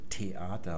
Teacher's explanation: Das Deutsche behaucht am Anfang des Wortes diese Verschlusslaute. Man sagt also Theater mit so einem deutlichen Hauchlaut.